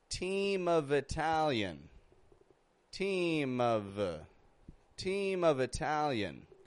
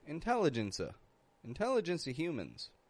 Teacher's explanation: No V sound. Just a schwa. · Shown in: second take